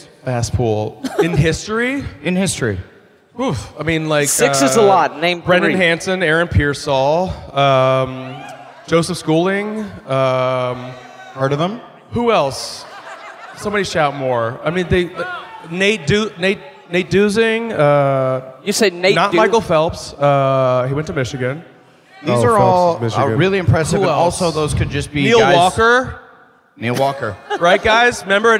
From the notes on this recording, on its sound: Live from Austin!